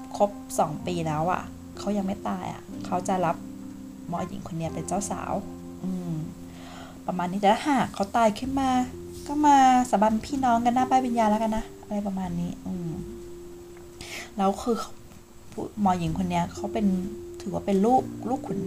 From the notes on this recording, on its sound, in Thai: ขอโทษเรื่องnoiseทั้งหลายด้วยนะคะ ถ้าไม่เปิดเครื่องฟอกอากาศน่าจะเล่าไม่ได้ยาวขนาดนี้. แบ่งอัด3วันเลยพอไหว.